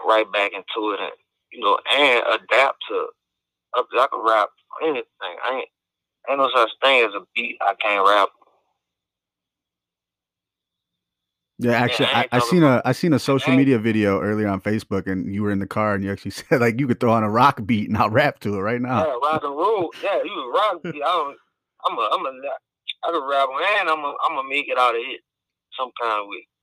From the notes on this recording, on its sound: calls into the show